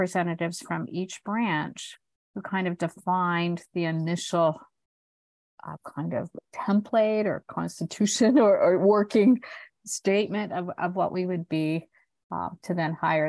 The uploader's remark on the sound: This podcast is a recording of a Zoom conversation